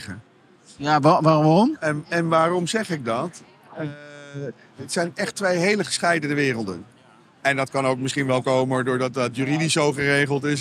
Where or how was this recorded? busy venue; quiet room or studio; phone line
busy venue